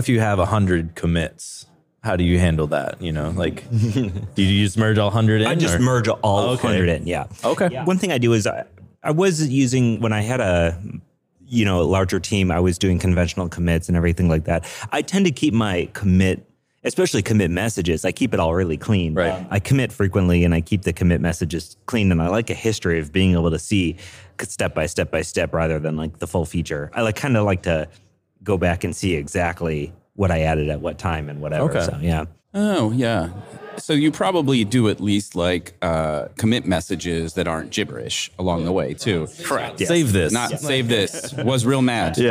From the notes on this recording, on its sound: For a recorded chat from the RenderATL conference.